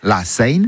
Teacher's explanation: Vous avez entendu, hein, elle dit la scène, avec une sorte de diphtongaison, autrement dit un allongement puis un dédoublement de la voyelle en deux